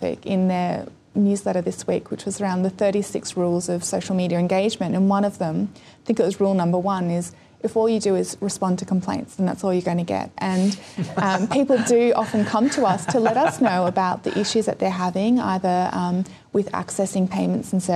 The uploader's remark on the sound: This interview is taken from a live webstream at the ACT Digital Hub in Gungahlin Library back in 2014.